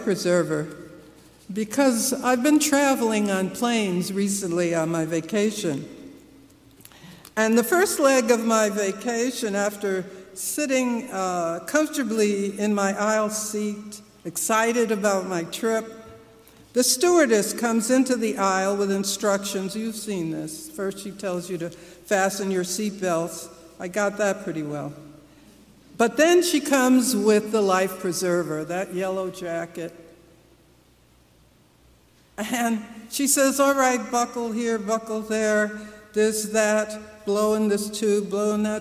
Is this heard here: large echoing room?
yes